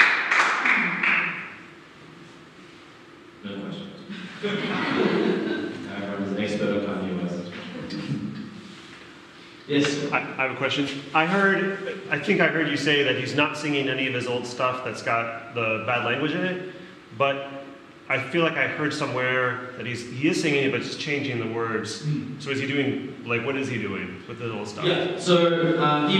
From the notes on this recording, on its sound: Terrible audio quality